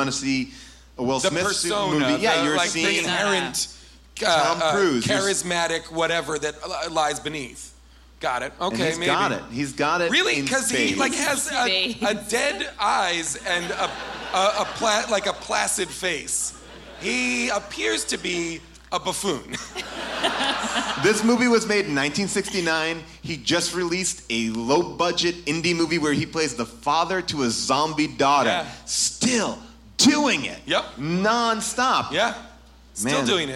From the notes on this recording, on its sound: Recorded LIVE from Irving Plaza in New York